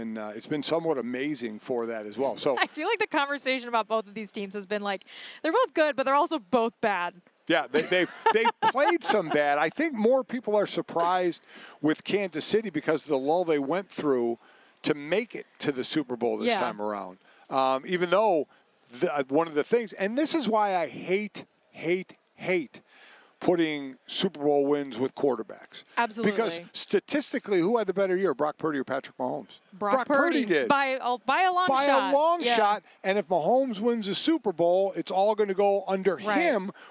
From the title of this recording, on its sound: Joins from Radio Row in Vegas